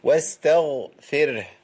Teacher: عند رقم رققة. بعد ما خلص الغين على طول كله مرقق بعد كده